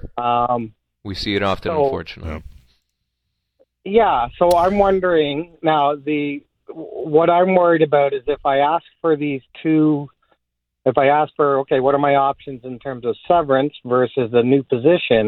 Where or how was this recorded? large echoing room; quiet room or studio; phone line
phone line